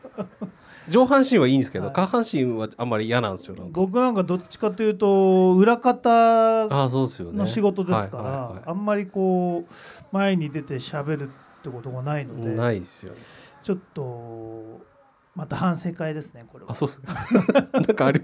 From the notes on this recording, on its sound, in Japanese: Studio baco10周年パーティにて公開収録を行いました。